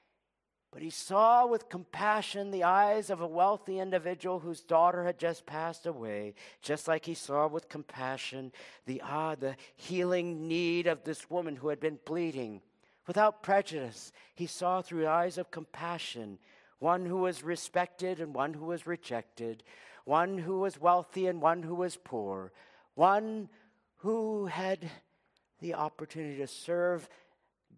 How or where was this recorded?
large echoing room